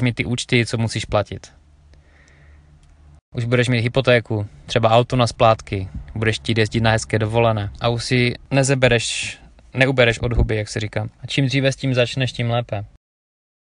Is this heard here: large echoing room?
no